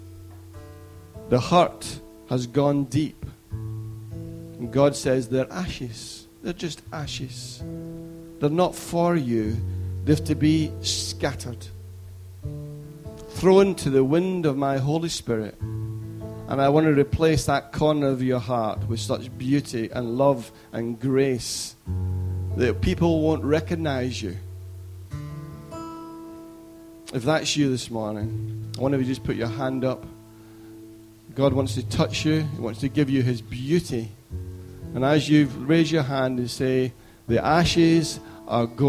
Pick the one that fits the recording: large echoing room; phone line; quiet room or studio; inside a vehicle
large echoing room